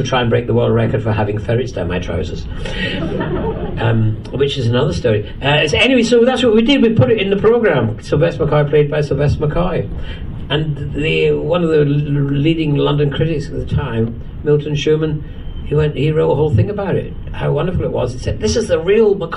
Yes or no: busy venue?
yes